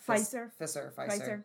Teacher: the V sometimes is pronounced like an F